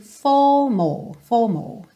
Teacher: os R's não ficam realmente enrolados, então ele não diz the crowd called out for more, e sim for more, for more. · Term: R britânico